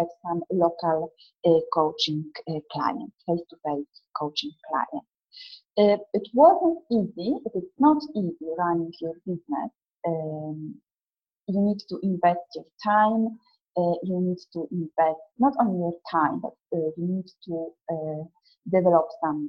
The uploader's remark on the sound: A recording of the webinar which I ran a couple of months ago.